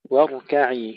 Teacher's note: الراء مفخمة والكاف مرققة